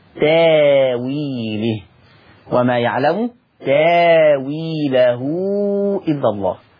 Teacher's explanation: الهمزة ساكنة قبلها تاء، يبقى هنبدل الهمزة الساكنة. طب التاء مفتوحة، طب الفتح يناسبه ألف، تاويله، وما يعلم تاويله إلا الله، هكذا.